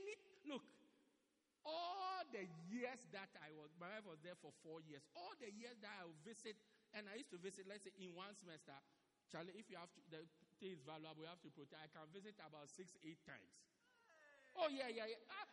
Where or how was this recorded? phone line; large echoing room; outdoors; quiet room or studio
large echoing room